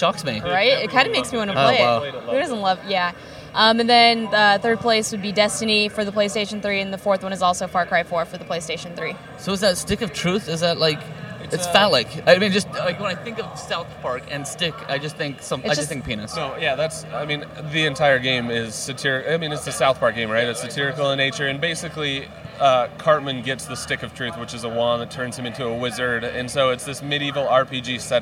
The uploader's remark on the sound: We descend on the Sony Booth&#8217;s Main stage to record this weeks LittleBigKast! LIVE from CES 2015!! We descend on the Sony Booth’s Main stage to record this weeks LittleBigKast!